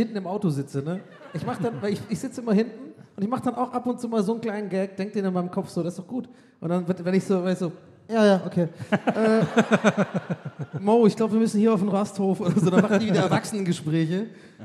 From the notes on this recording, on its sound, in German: Gästeliste Geisterbahn war live in Bremen.